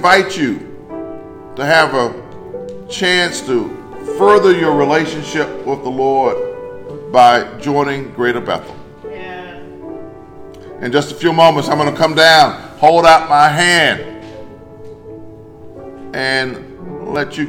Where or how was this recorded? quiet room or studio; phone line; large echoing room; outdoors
large echoing room